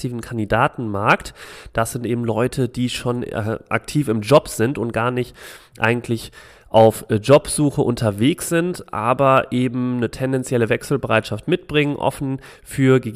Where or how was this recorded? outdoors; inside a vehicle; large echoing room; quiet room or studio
quiet room or studio